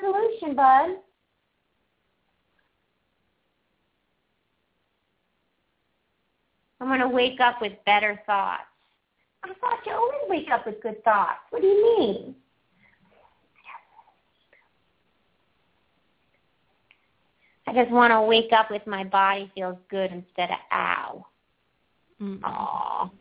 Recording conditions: phone line